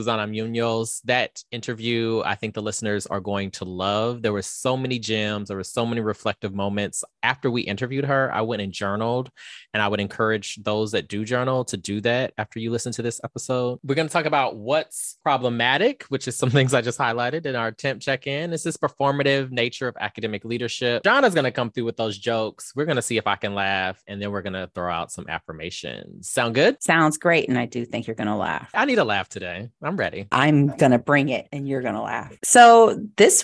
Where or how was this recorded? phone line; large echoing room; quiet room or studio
quiet room or studio